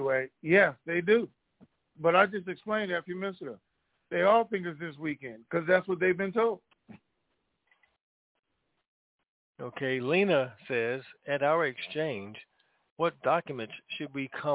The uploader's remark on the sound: TNTSuperfantastic Conference Call.